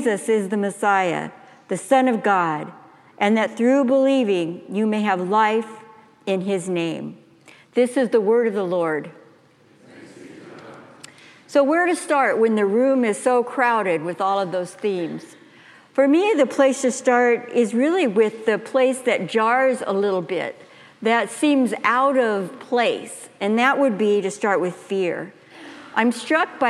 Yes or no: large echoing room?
yes